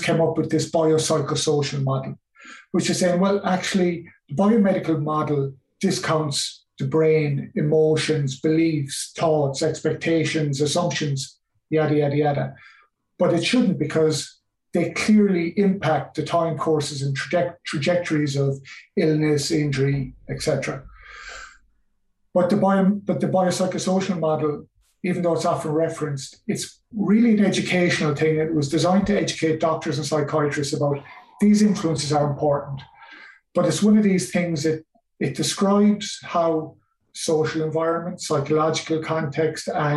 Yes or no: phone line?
no